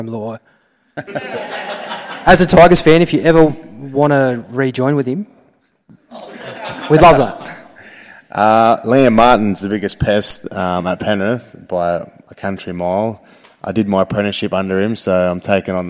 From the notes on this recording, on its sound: Live Show Audio. The audio from our live show.